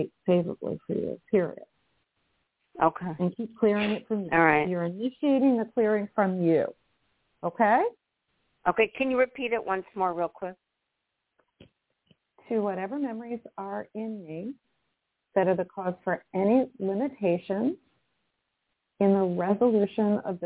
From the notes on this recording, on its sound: in response to callers' questions